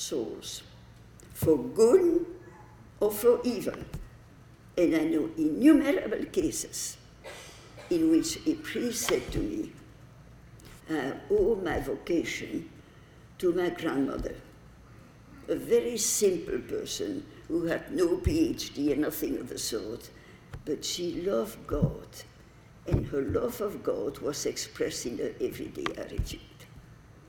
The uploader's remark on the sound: delivered the commencement address at the 2015 Commencement Ceremonies on May 16